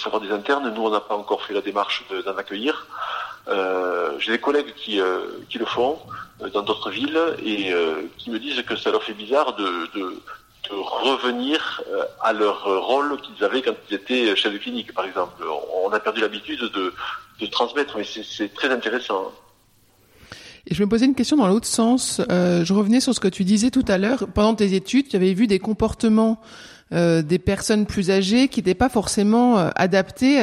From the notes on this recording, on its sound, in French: au cours d’une conversation téléphonique que nous avons enregistrée pour vous